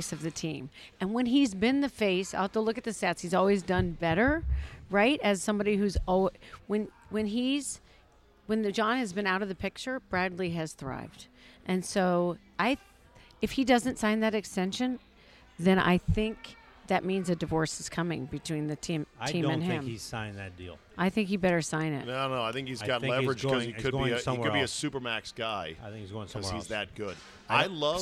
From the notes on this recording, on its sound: Recorded at DC Prime Steakhouse in Ashburn, VA.